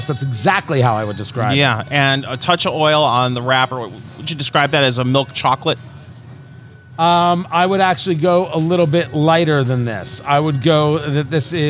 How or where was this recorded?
busy venue